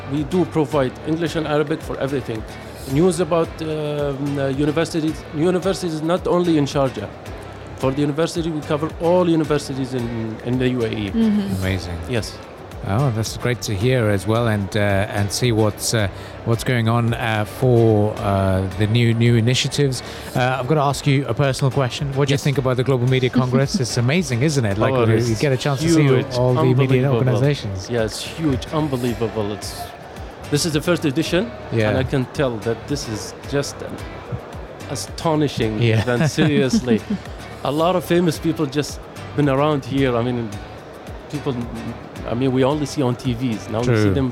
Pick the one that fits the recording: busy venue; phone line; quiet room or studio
busy venue